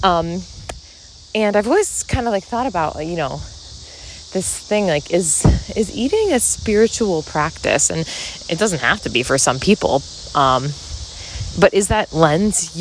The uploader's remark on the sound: Walk & Talk. On a walk through the neighborhood!